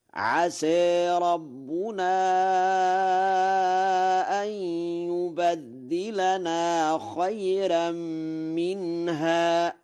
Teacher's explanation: قرأ ورش أن يبدلنا بفتح الياء وتشديد الدال متعديا بالتضعيف، والتشديد والتخفيف لغتان، وله الفتح والتقليل في عسى وترقيق الراء في خيرا، فيقرأ هكذا: عسى ربنا أن يبدلنا خيرا منها.